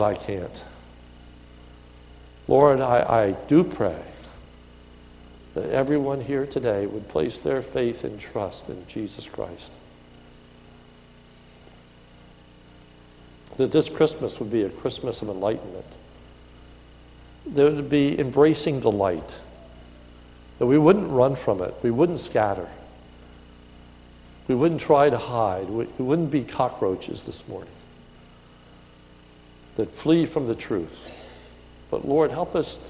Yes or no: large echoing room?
yes